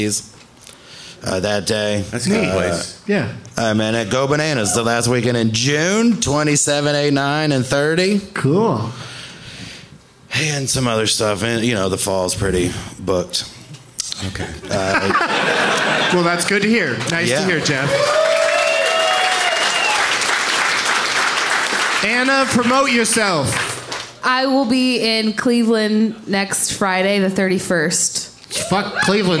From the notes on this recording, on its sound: Live from Comedy on State in Madison